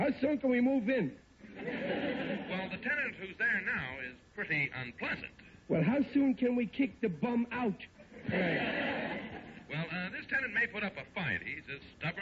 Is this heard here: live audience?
yes